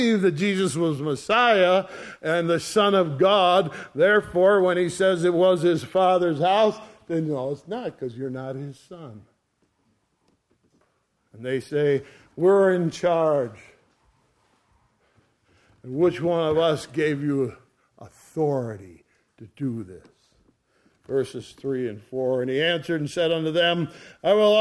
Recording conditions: large echoing room